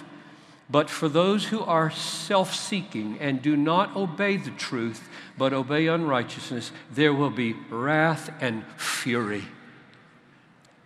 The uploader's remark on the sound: At the CROSS Conference in Louisville, where thousands gathered to discern their call to the nations.